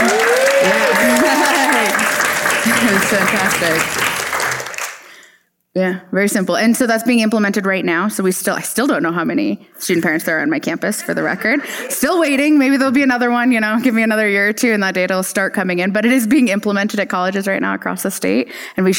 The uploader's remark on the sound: Our first live episode recorded at the inaugural Ascend Parent Advisor Convening in Aspen, CO in front of an audience of student parents.